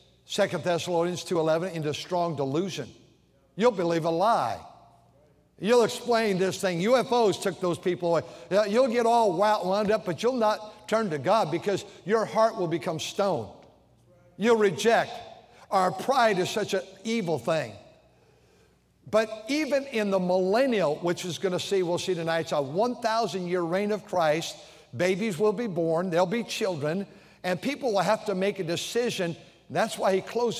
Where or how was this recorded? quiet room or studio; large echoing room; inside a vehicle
large echoing room